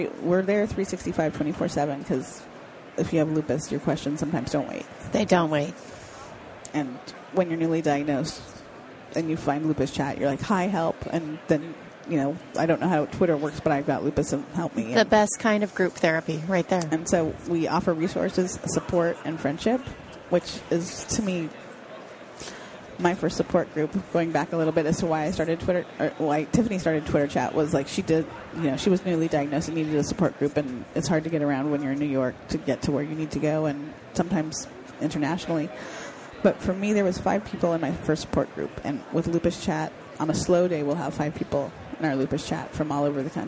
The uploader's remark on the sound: The episodes were broadcast live in CTGHS’s booth at the The HIMSS15 Annual Conference and Exhibition. Live from the HIMSS15 Exhibition floor in Chica.